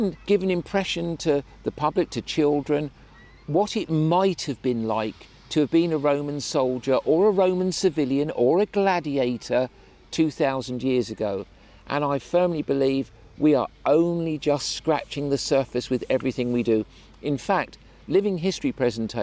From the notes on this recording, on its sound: In the second of our episodes recorded at Chalke Valley History Festival.